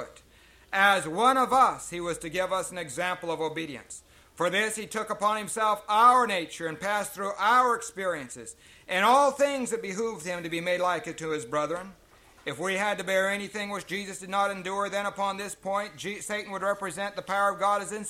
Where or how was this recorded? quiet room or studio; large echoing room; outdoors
large echoing room